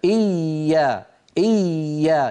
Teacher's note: مر معنا اليوم مخرج الياء وبينا بأنه ليس فيه انقفال. إيا يبقى الصوت مستمرا، ولا تقولي إيا، لا تضغطي عليها زيادة، دعي مخرجا للصوت حتى يمر والباقي جيد.